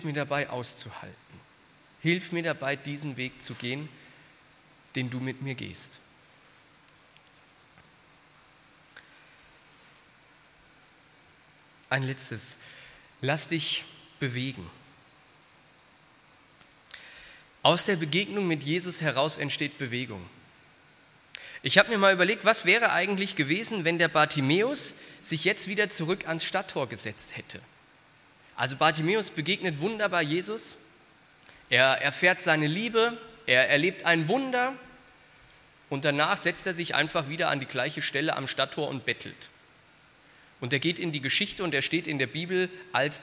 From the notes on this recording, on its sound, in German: aus dem Gottesdienst der Liebenzeller Mission